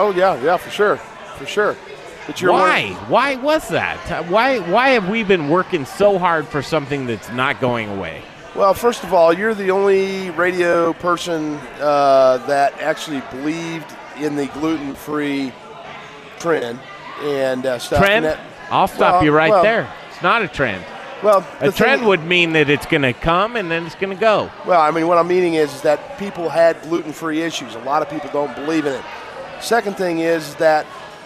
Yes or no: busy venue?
yes